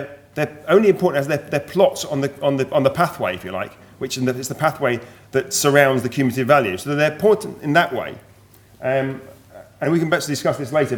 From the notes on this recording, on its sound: Keynote address from session 10 of the 4 Degrees international climate conference